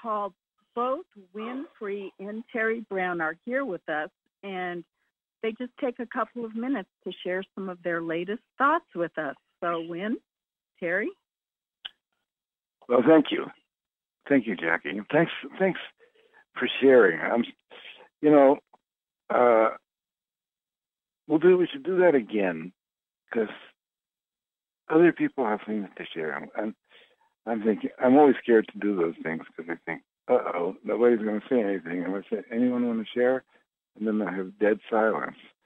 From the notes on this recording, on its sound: Conference Call LIVE